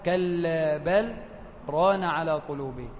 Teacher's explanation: بسكت سكتة لطيفة بدون تنفس على اللام